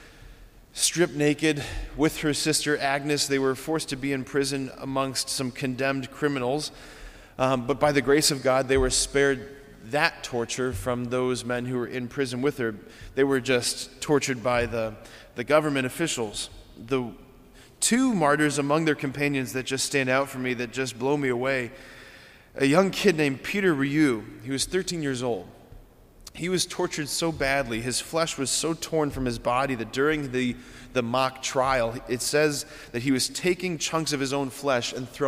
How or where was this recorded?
large echoing room